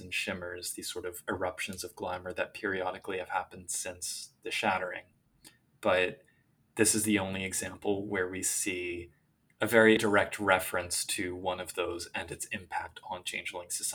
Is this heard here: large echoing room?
no